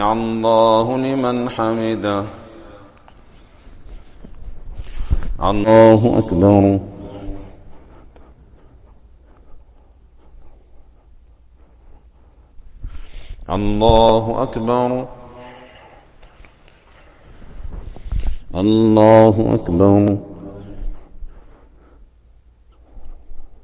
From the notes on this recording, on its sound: Recorded at greensidemasjid